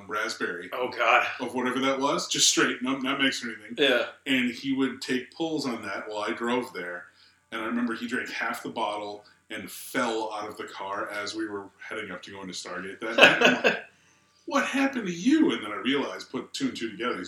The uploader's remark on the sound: During this recording we had some technical issues so the sound isn't perfect.